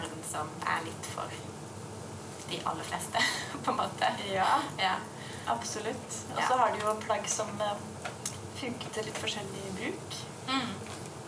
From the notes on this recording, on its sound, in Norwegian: BEKLAGER FOR LYDKVALITETEN!! Denne episoden er et liveopptak fra Stitsjorama med Witre Design.